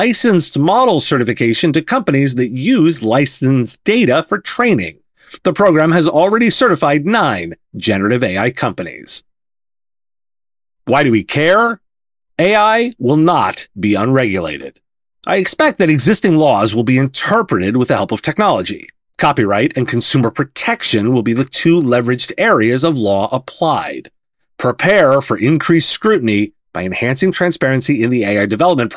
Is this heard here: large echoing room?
no